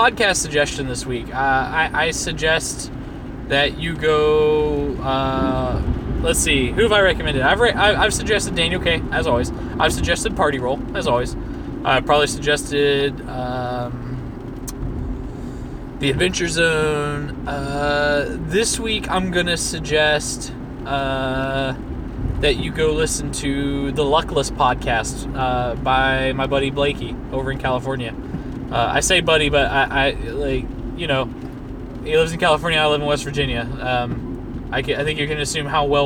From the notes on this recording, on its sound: Thoughts from the Car.